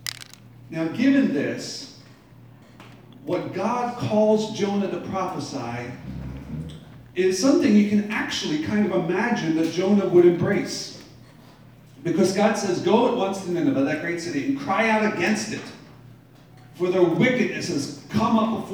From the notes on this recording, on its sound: Live from Black Cloister Brewing Company. Except for the first minute or two.